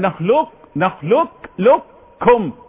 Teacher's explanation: ادغام كامل يبقى نخلق نخلق لكم اهو كاف مشدد